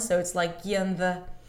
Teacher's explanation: I'm kind of like merging the you with the on. So it's like you on the, like a longer schwa.